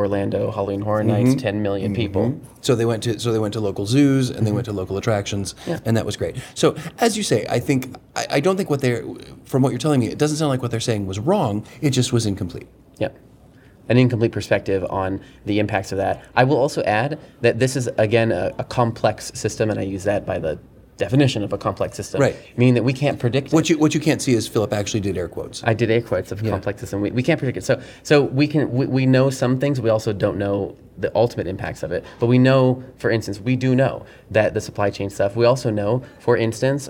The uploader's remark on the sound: We go LIVE from this year’s Transworld’s Halloween & Attractions Show in St Louis.